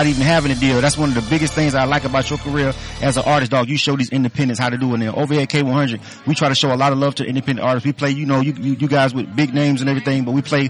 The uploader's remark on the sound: K-100 Radio at DBS Sounds. At DBS SOunds in Atlanta for the in store CD signing. Southside ATL!